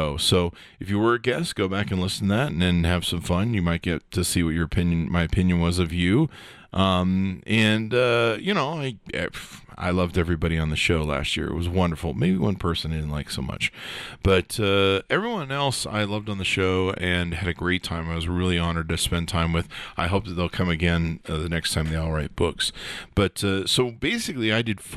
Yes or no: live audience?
no